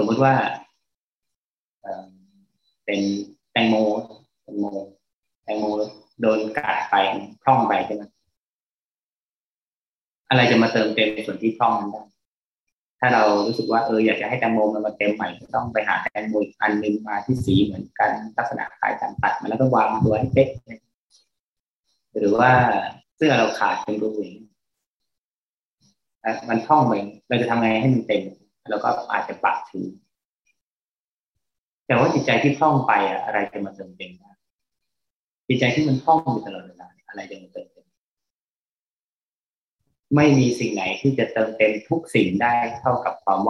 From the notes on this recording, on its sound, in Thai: ขออภัย คุณภาพเสียงไม่ดีนัก เนื่องจากระบบการบันทึกเสียง